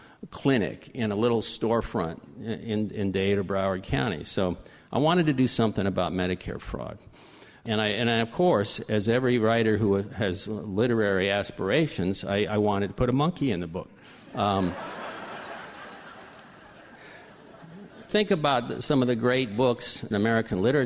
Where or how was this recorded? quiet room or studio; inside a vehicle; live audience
live audience